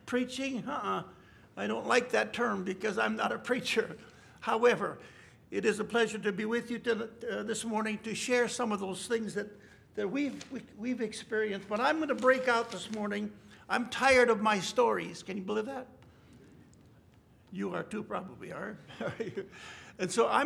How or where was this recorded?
large echoing room